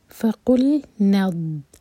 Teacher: فقل، لام ساکن پر جھٹکا نہ ہو، قاف کو حلق سے نکالیں گے. فقل ند، نون کو دوت سے جوڑیں گے اور دوت پر جھٹکا نہیں آئے گا. دوت جو ہے زبان کے سائڈ سے ادا ہوتا ہے، سائڈ والے دانتوں کے روٹ میں کس کے دبا کر لگانی ہے زبان کو، اور وہاں سے ہٹانی نہیں جب تک کہ نیکسٹ لیٹر نام پڑھیں، تو اس لیے وہاں پر جھٹکا بالکل نہیں ہوگا.